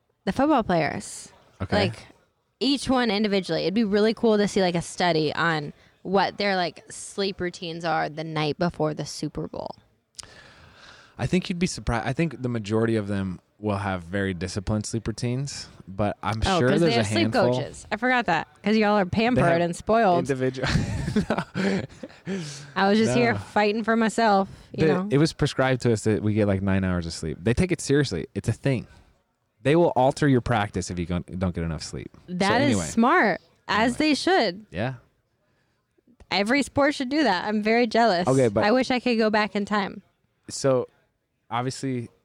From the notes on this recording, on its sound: we’re recording LIVE at the Miami Super Bowl from Sleep Number’s booth in the Super Bowl Media Center